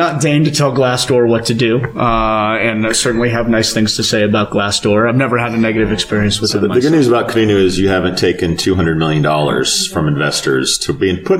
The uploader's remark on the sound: at a recent SHRM conference